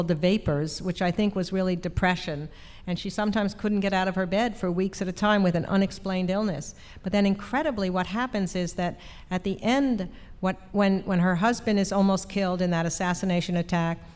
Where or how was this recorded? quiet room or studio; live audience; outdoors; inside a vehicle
live audience